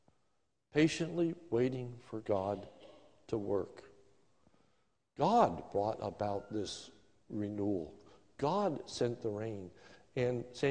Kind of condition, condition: setting, large echoing room